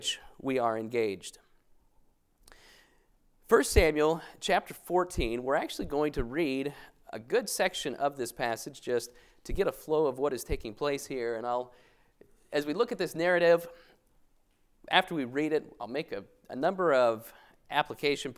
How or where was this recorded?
large echoing room